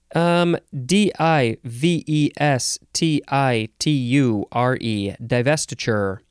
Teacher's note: chiefly Southern, they'd say divestiture. There's no CH sound.